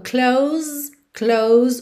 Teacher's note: o som termina no S, esse S tem um som de Z